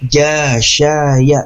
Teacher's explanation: Sama tempatnya dengan bunyi huruf ja, sama tempatnya dengan bunyi huruf ya, tengah lidah kita.